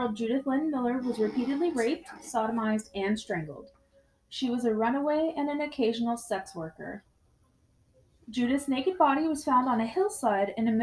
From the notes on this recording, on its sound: Excuse the technical issues.